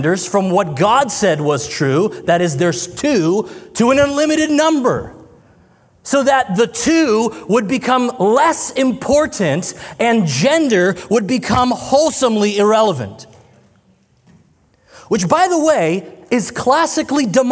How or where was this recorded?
live audience